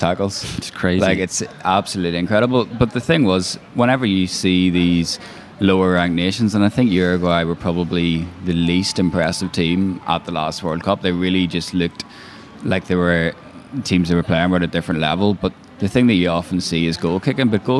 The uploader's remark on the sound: After a night of team bonding with some karaoke, the lads assembled in their hotel lobby to discuss all of the above while being soundtracked by a life flute recital in Hamamatsu, the music capital of Japan.